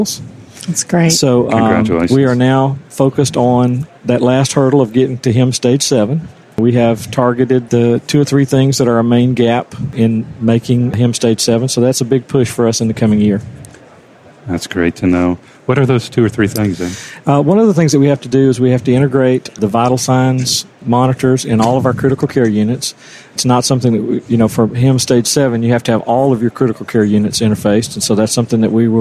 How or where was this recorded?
busy venue